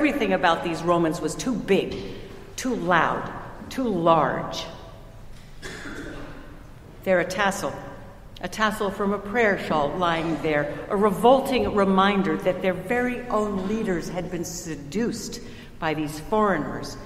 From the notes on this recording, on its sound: Recorded at Trinity Church in Princeton, NJ